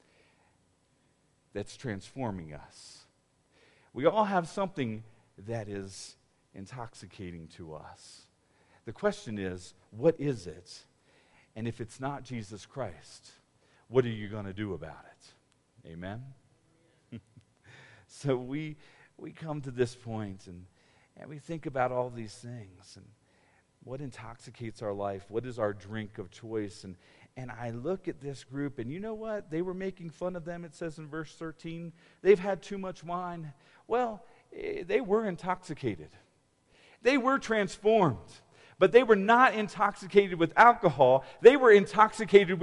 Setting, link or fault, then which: setting, large echoing room